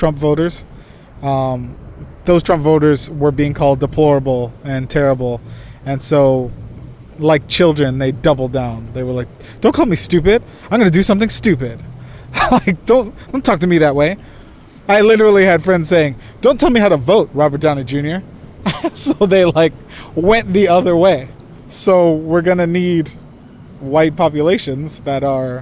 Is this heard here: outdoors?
yes